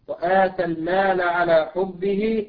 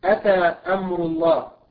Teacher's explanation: بنفس تشكيل الكلمة الثانية أتى التي تعطينا معنى جاء، غير أن الأولى فيها مد بدل أي تنطق همزة قطع بعدها ألف، يعني هذا المد يوضح حركتين، والثانية ليست فيها إلا همزة قطع فقط